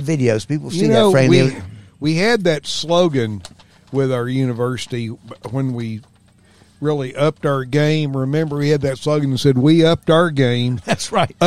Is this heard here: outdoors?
yes